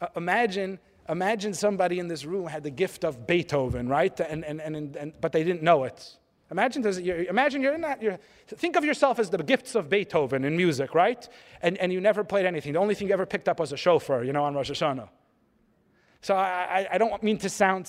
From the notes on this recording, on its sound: This lecture was delivered at the 16th annual National Jewish Retreat.